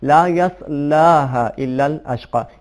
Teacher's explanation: اس کو لا کو، لام کو تھوڑا سا کھینچ کے پڑھیں گے، چونکہ اس کے بعد الف آ رہا ہے